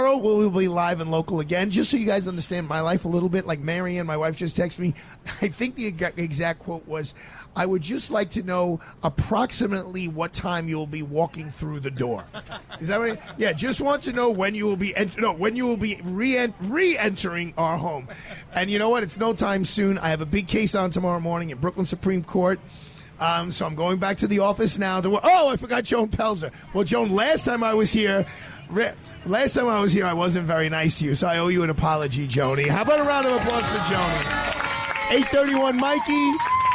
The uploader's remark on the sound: Live Broadcast from Pershing Square New York City